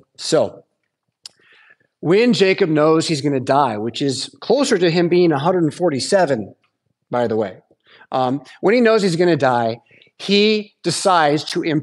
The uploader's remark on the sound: Preached at St Paul Lutheran Church , Rockford, Illinois on Sunday September 17th, 2023.